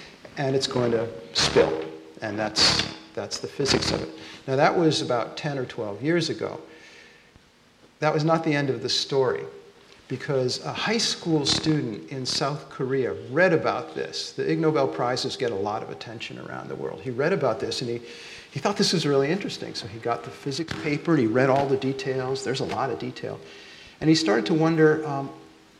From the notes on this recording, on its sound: This podcast, recorded during the 7th Science Salon. In Copenhagen.